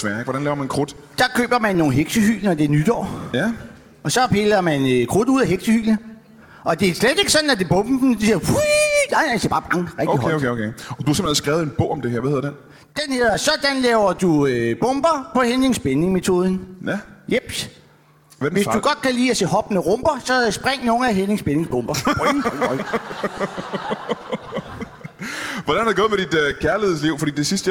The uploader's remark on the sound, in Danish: LIVE fra Skive Teater